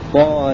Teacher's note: رواية ورش بإمالة الهاء فقط